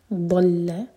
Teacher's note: ضاد کی آواز آئے گی زبان کی سائڈ سے ضاد پڑھیں گے منہ بھر کر